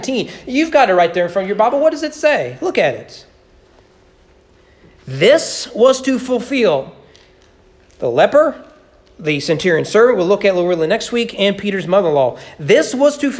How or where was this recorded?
large echoing room